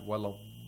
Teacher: maddul lazim, which you have to lengthen to 6 vowel counts